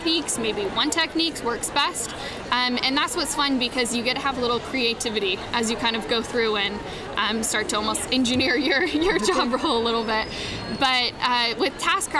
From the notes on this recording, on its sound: Special edition podcast recorded live at WE19 in Anaheim, California.